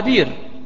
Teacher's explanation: يعني مثلا كلمة بئر، كلمة بئر من العرب من ينطقها بير، ما ينطقها بئر نهائيا، فجاءت قولا واحدا لبعض القراء على أن بئر في أي مكان في القرآن الكريم يقرأها بير.